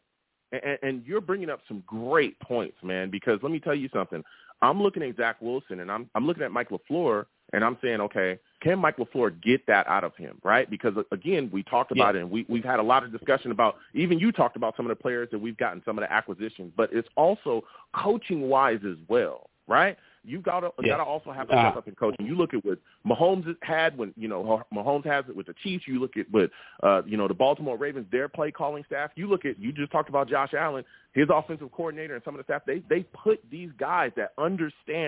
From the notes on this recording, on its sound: I also take live callers!